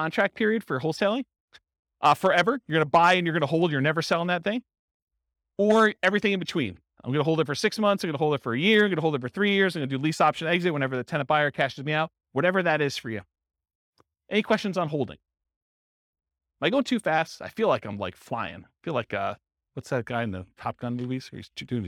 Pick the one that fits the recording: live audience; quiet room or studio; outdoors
live audience